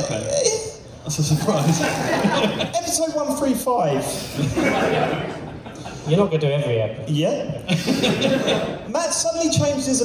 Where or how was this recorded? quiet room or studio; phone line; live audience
live audience